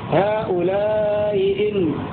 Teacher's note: تسهيلها بين الهمزة والياء نحو هؤلاء إن، الأولى مسهلة والثانية محققة مع التوسط والقصر.